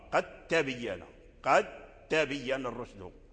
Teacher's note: دال قد عند التاء، فهذا باتفاق القراء حصل الإدغام